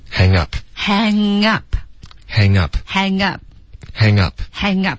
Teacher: 然后连读到 up 就变成 hang up,非常放松的一个连读，不用刻意的动什么东西，只是嘴巴张开而已